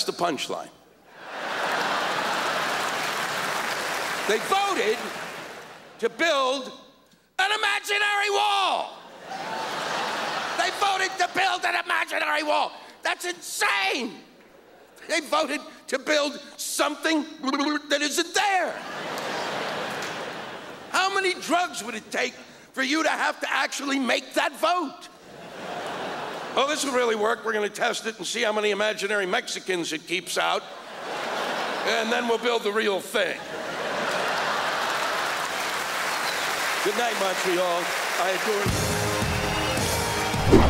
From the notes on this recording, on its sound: delivers a classic rant at the 2007 Just for Laughs Festival in Montreal